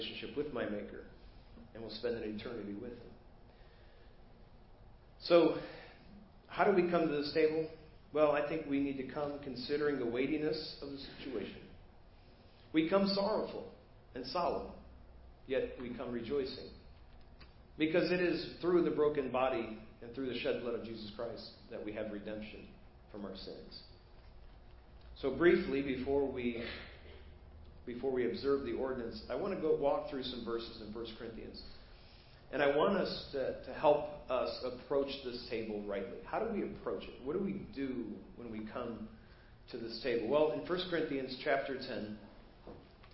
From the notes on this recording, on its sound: Preached at First Baptist Church of Hazel Park